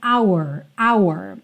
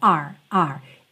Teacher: É muito comum que essa palavra venha dita de forma muito rápida, e aí ela tem praticamente o som da letra R só